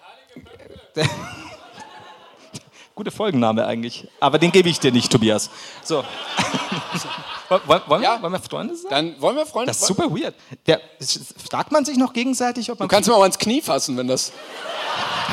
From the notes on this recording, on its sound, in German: live aus dem Schlachthof in München